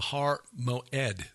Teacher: That word in Hebrew, Moed, that glottal stop in the middle is an ayin, which has no corresponding character or sound in Greek or in English.